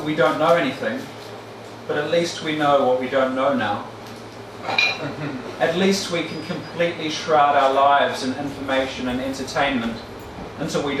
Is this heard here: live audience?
yes